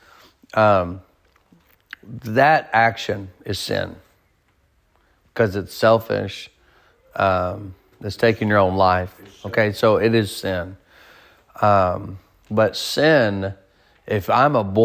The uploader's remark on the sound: Sermon preached at Mid County Baptist Church